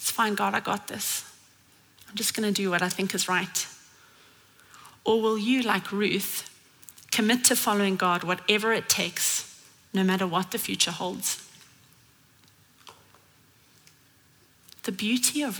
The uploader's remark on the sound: at Common Ground Church Rondebosch on the 15th of October 2023